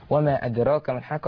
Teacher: كأنك جعلت كسر، ولكن لا توجد كسر وإنما هي قلقلة